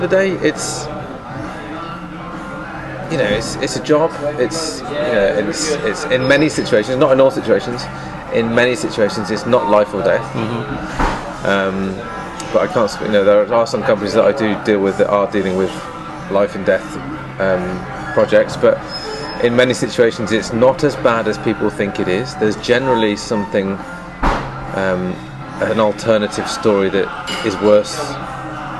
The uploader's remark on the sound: From The Tavern, Cheltenham, UK. Return for a pint at the pub where it all started two years ago.